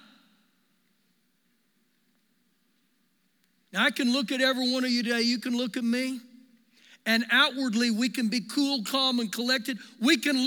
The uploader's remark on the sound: Recorded live during our Sunday morning service